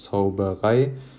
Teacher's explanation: Also fangen wir an mit zwei unbetonten Silben und am Ende dann mit einer betonten Silbe. · Term: Anapest